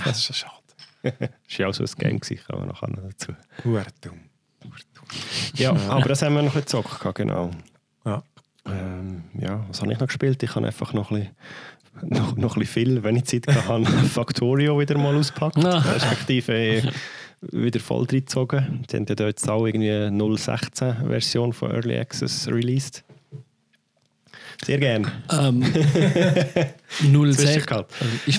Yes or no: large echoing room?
no